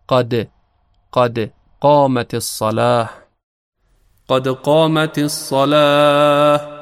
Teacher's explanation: و همچنین کلمه قد قامت الصلاه حرف دال رو داره که دال از حروف قلقله هست و در اینجا چون ساکن هست متمایل به کسره هست